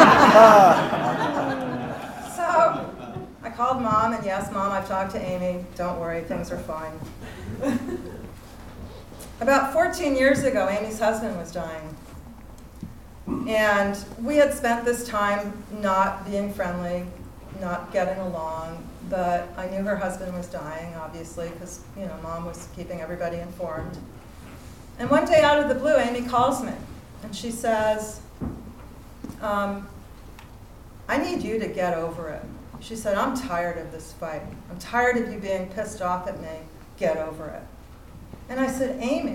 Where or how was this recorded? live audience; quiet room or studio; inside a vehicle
live audience